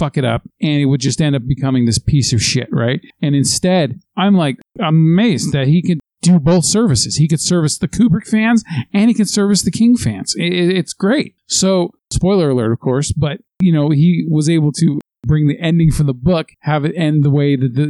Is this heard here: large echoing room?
no